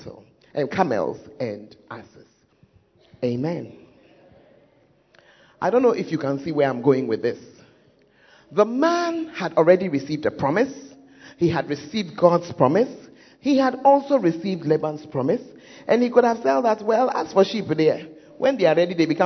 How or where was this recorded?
large echoing room